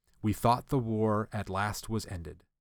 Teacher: with Galadriel, you can hear that there's some kind of iambic meter here. I think it's a tetrameter.